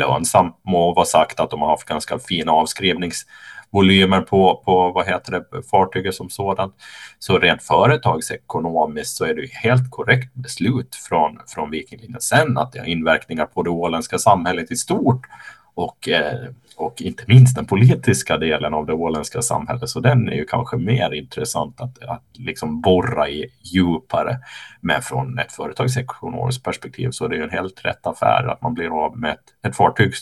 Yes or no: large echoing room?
no